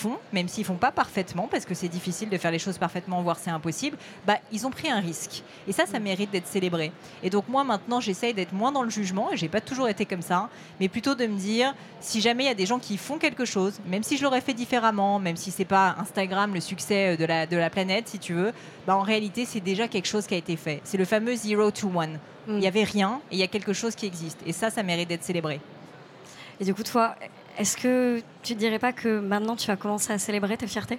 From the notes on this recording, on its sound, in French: Est un peu spécial, car il a été enregistré au BIG 2023, le plus gros événement autour de l’entrepreneuriat en Europe.